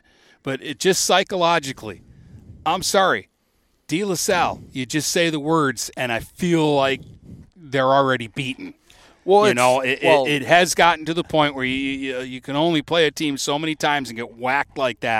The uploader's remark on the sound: Live From Port Huron High Football Camp!